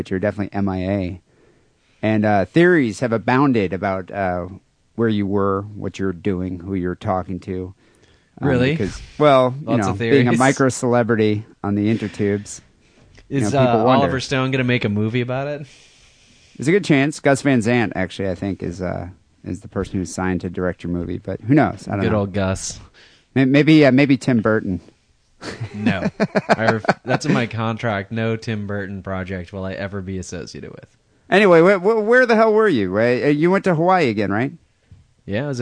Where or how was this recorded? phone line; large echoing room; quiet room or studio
phone line